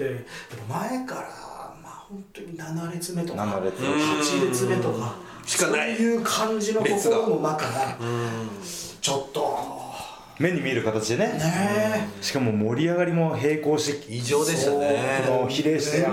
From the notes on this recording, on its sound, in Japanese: 今回、機材と環境の影響で極めて音声がききづらい場合があります。